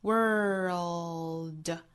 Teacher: 先是卷舌之后发舌侧音